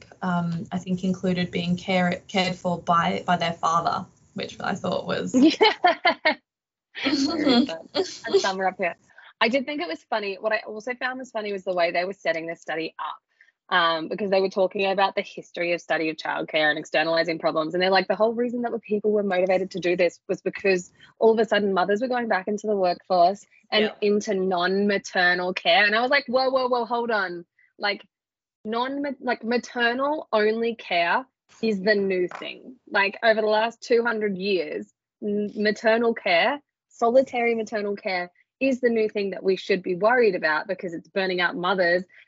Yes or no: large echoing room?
no